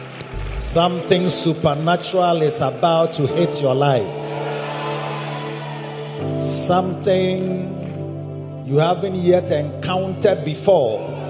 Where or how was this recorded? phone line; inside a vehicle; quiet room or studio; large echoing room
large echoing room